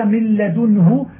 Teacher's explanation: صار مخرج النون من مخرج اللام لأنك أبدلت منها في حال الإدغام لاما